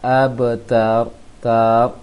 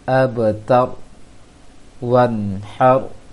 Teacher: Seharusnya setelah ha langsung ro-nya terucap sehingga tidak ada jeda suara antara ha dengan ro-nya. · Shown in: second take · An har itu ada jedanya, seharusnya langsung nempel.